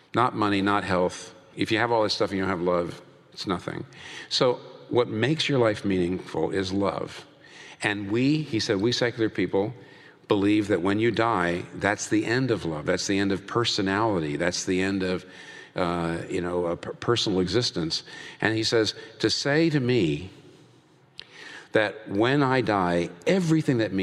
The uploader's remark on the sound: Was recorded before a live audience. In New York City.